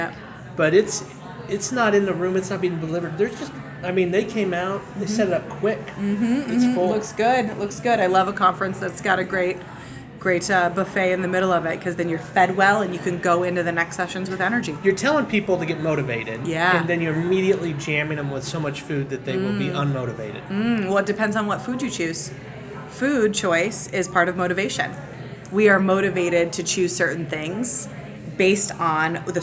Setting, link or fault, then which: setting, busy venue